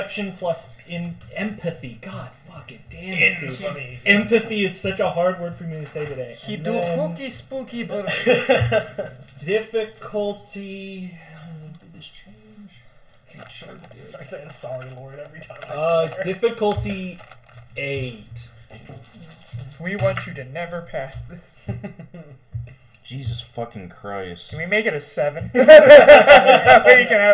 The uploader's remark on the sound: The full unedited audio of our second session, be warned that the audio is unbalanced. We are still working on the mic problems.